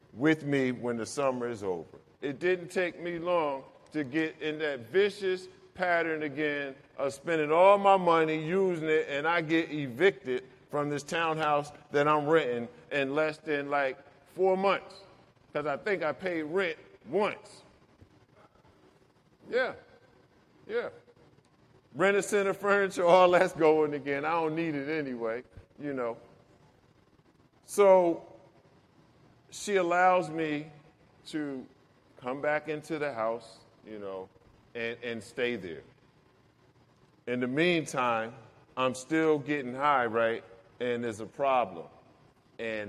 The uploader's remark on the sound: Get in the Herd live. A story of recovery delivered to an audience of inmates.